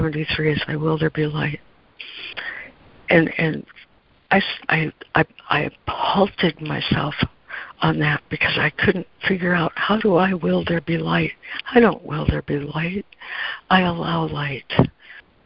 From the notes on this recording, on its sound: ACIM Daily Conference Call